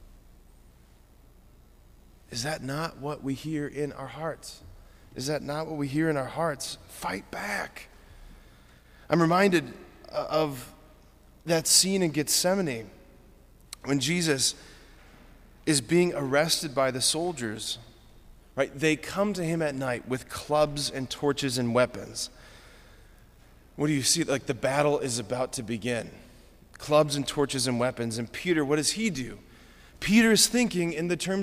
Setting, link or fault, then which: setting, large echoing room